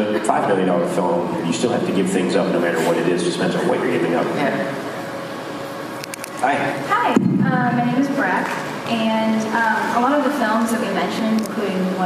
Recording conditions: live audience